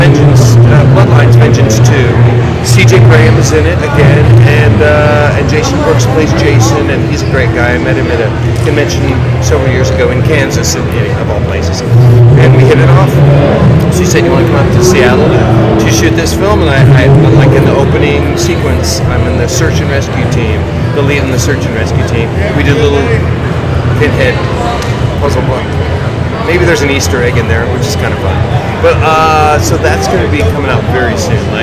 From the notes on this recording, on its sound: All recorded Live at the Haunted Screams Expo.